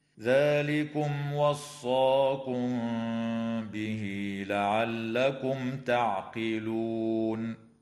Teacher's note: قوله تعالى: ذلكم وصاكم به لعلكم تعقلون، إظهار شفوي للميم الساكنة في كلمة ذلكم لوقوع الواو بعدها، وفي كلمة لعلكم لوقوع التاء بعدها. وأما الميم في كلمة وصاكم فقد وقعت قبل حرف الباء، فحكمها الإخفاء الشفوي مع الغنة. وتوصل الهاء في قوله تعالى به لعلكم بياء تمد وصلا بمقدار 2 حركات، وتنتهي الآية بالإجماع عند قوله تعالى لعلكم تعقلون، والوقف هنا من قبيل الوقف الكافي، هكذا: ذلكم وصاكم به لعلكم تعقلون.